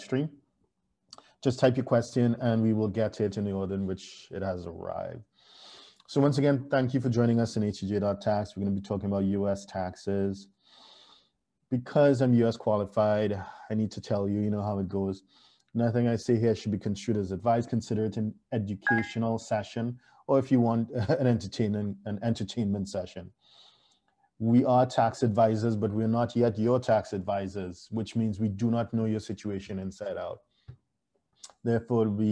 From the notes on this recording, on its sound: Thank you for joining us on Zoom.